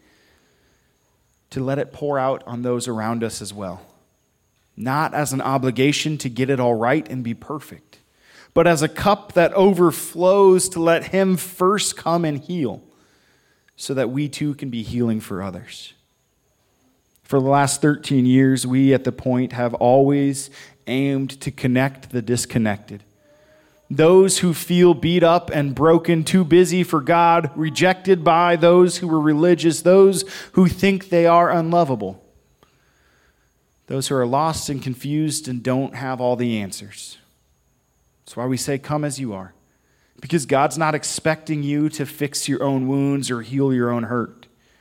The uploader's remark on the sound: Audio only for this one because we met outside at Victor Ashe Park